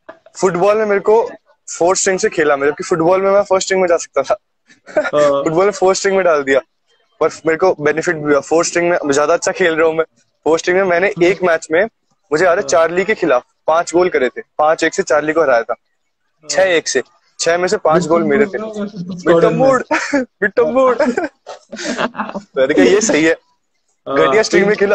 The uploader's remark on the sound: This was part of Insta Live.